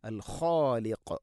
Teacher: ഖ തൊണ്ടയുടെ മുകൾ ഭാഗം, ഖാഫ് അതിൻ്റെ മേലെ ചെറുനാക്കിൻ്റെ അടുത്ത്.